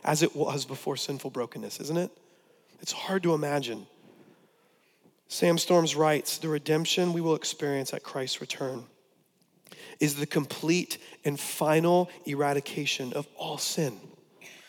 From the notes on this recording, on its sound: preached on November 22, 2015 at Veritas West